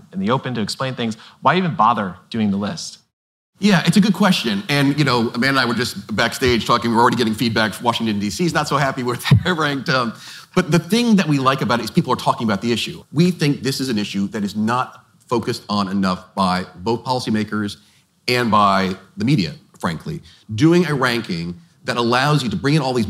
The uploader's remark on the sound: We’re bringing you a special live conversation from the FT’s Investing in America conference in Miami.